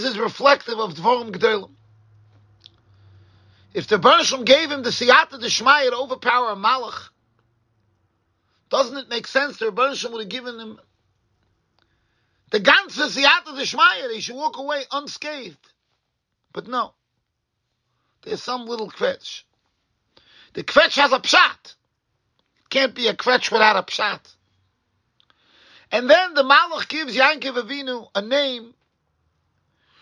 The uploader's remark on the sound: Shiur recorded in Yeshivas Ohr Reuven, Monsey, NY.